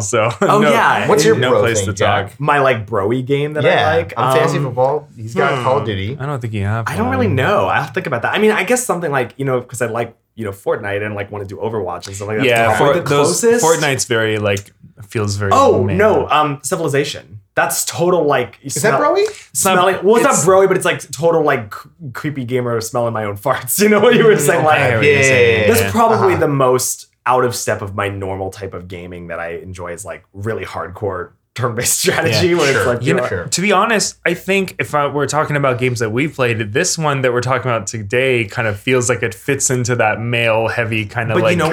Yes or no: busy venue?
no